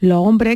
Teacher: O puede ser que hagamos apertura vocálica, que quitemos la S y esa S abra la vocal anterior